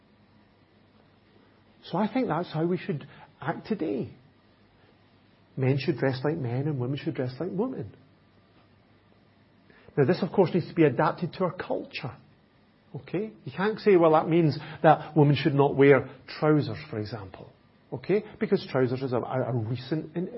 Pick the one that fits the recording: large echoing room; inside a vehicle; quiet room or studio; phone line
large echoing room